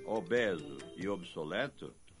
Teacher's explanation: Em Portugal, a pronúncia dessas palavras é aberta. No Brasil, porém, a pronúncia predominante é fechada. · Term: pronúncia aberta